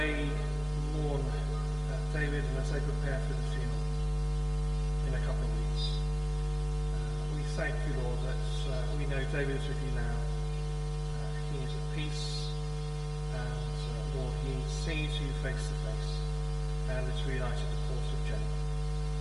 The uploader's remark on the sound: Christ Church, Bayston Hill (UK)